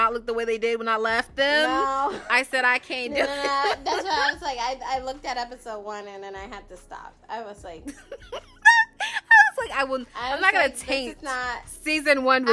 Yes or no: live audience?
no